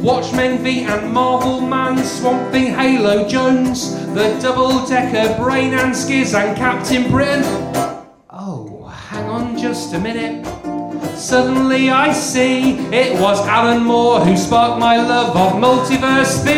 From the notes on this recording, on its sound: The first of three live recordings from our Tragic Heroes live event which took place at the Hackney Attic on the 21st February 2014.